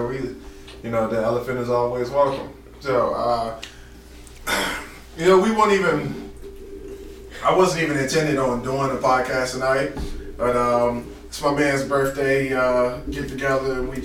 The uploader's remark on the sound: This was the last episode recorded before the new studio was set up. The last podcast with horrible sound quality.